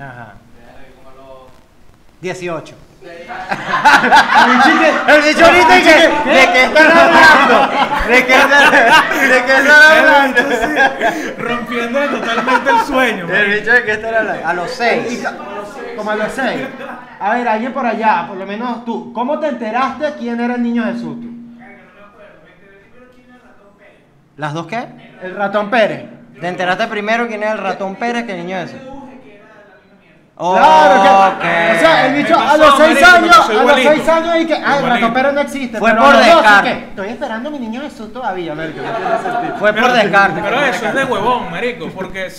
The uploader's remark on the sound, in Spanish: EPISODIO EN VIVO.